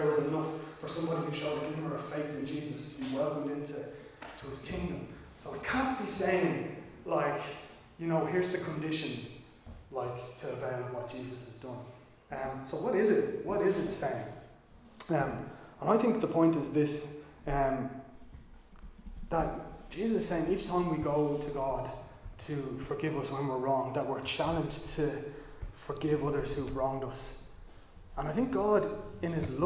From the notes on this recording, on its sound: Recorded live in Liberty Church on 23 January 2022